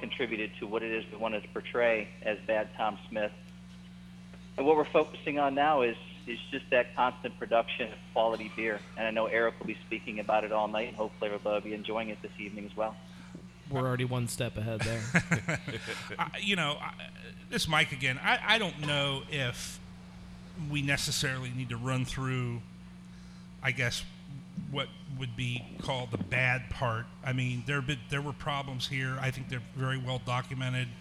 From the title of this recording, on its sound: Live At Bad Tom Smith